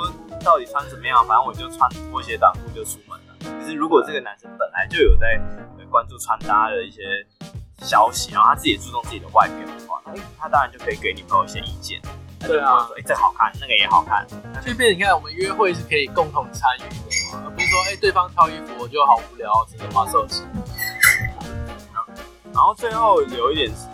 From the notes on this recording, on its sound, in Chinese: 本集音檔為 2019 年錄製，錄製時收錄較多環境雜音，已降噪處理加上背景音樂